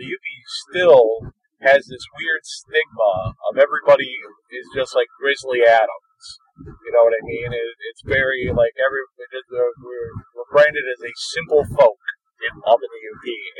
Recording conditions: poor sound quality